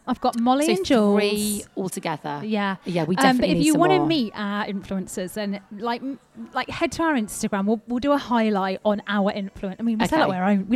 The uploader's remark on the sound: On this bonus episode we are live from Brocco on the park!